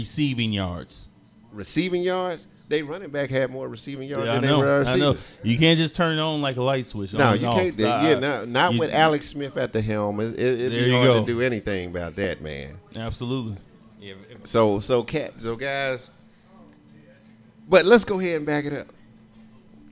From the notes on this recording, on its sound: NIX Sports Live Show!! Live from B Woods.